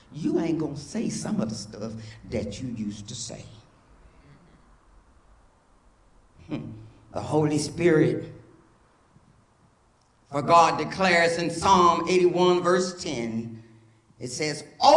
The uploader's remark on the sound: Recorded live for First United Methodist Church of Pacoima